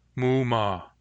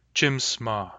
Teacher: The stems mu and chims are only one syllable long. As a result, the vowel of the ending is long.